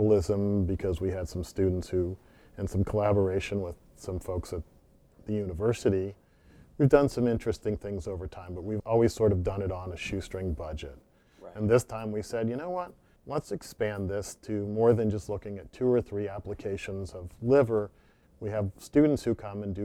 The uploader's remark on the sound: This episode was recorded at the America Academy of Forensic Sciences 2018 annual meeting